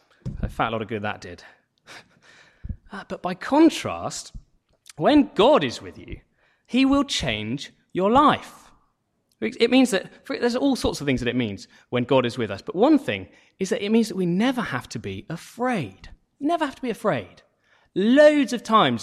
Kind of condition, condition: setting, large echoing room